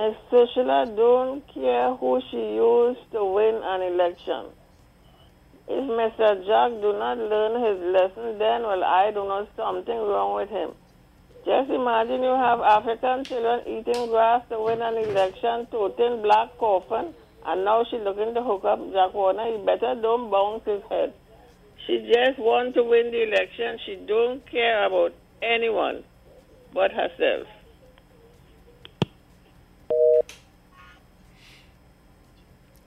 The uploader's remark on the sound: we take more calls from the audience